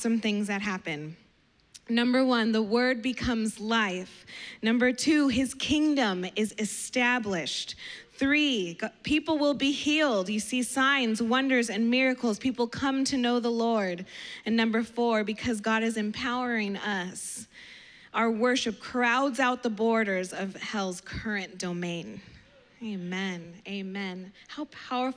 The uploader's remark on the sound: preached on September 19th at the 11:30AM service